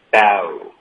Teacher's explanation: 所以是一个 bow，嘴巴爆开再嘟嘴